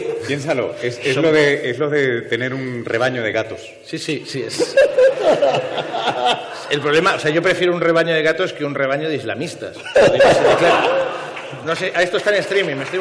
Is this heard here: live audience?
yes